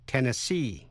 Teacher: nhấn mạnh ở vần cuối